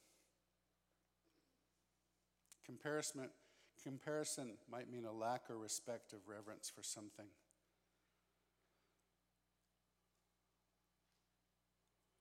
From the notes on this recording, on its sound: This special episode is a recording of our First Night Session at Immerse Weekend 2022.